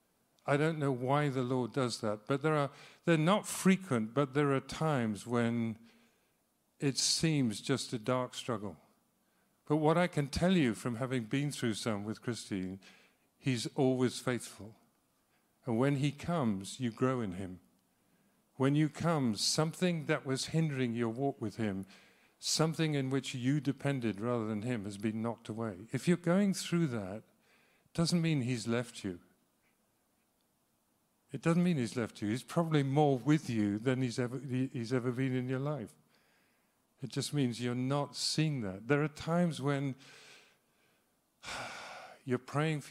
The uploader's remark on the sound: speaks live at Trinity Cheltenham